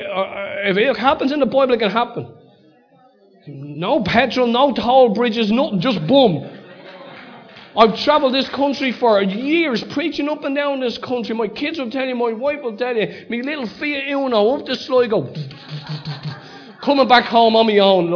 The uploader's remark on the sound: Recorded live at Liberty Church on 3rd March 2019